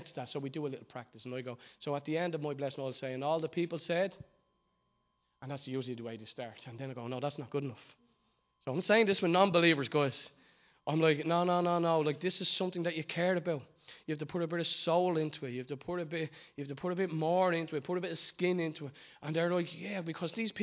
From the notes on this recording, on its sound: Recorded live at Liberty Church on 19th January 2020.